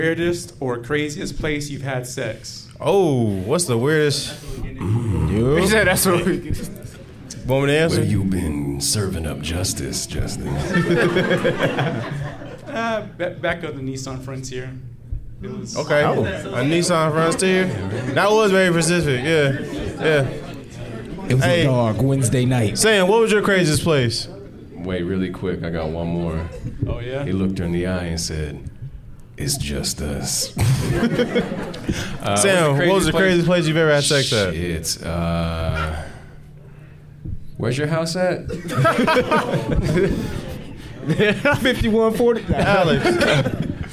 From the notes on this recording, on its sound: Dreamcon Panel 2022.